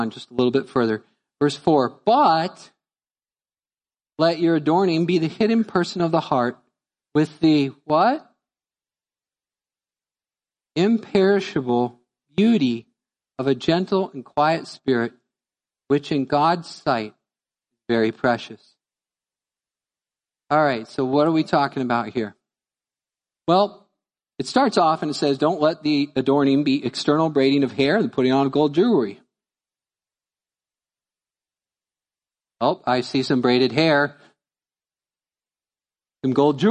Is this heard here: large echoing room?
yes